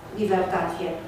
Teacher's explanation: trebuie să notăm un S în foarte multe cuvinte, dar ceea ce pronunțăm noi, de fapt, este un Z. · Dar firesc este să pronunți un S intervocalic ca Z.